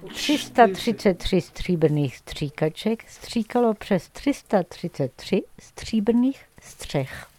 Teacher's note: Tu fais un R roulé sous le palais avec ta langue et en fait tu contractes les lèvres et ça fait les deux ensemble.